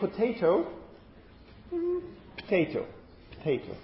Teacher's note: we can sometimes have an elision of a reduced vowel after a voiceless stop